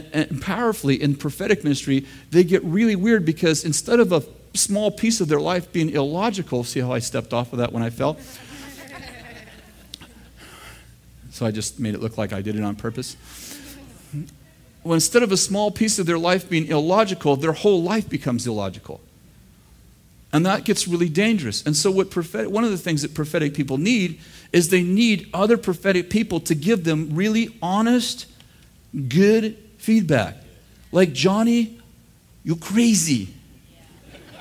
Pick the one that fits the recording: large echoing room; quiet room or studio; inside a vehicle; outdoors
large echoing room